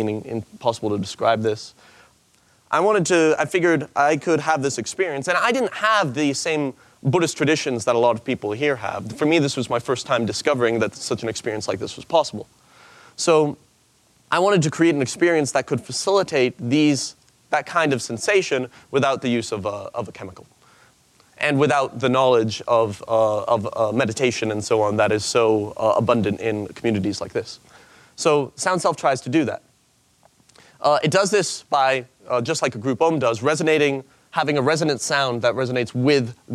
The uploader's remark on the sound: In this presentation from the 2014 Buddhist Geeks Conference, he speaks about applying game design to meditation.